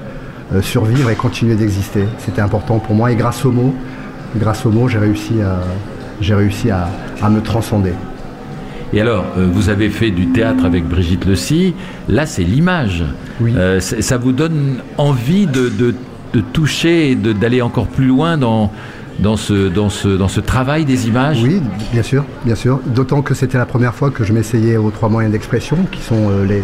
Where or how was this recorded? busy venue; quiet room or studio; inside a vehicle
busy venue